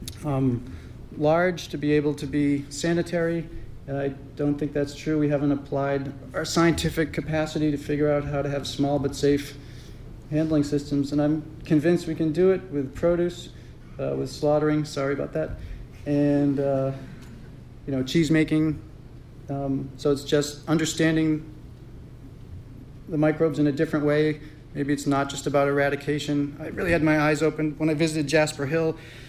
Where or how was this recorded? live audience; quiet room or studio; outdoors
live audience